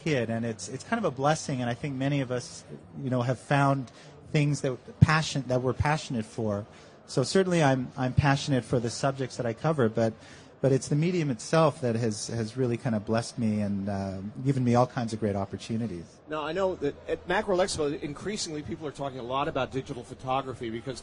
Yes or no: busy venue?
yes